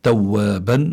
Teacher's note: توابا هون عنا مد العوض، يعني عوض عن التنوين بالألف. فإذا الإنسان لابد أن يقف بالمد ومد حركتين فقط، توابا.